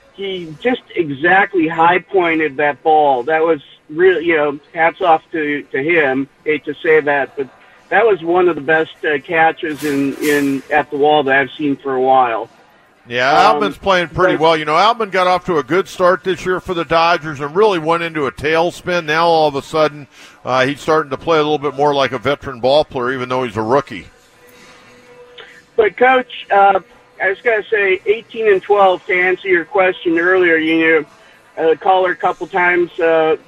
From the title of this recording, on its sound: Live from The Loft at Petco Park